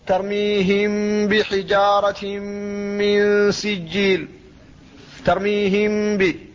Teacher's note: فالميم ذهبت وبقيت صفتها وهي الغنة وخرجت من الخيشوم · Term: الإخفاء